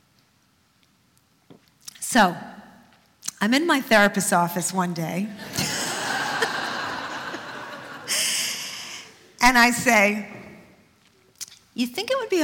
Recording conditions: live audience